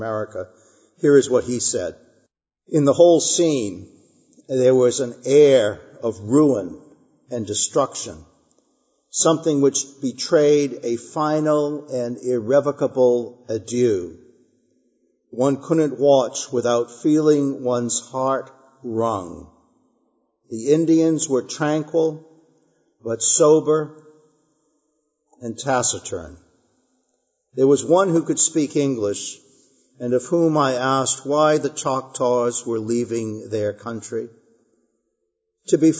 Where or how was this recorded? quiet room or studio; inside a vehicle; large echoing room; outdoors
large echoing room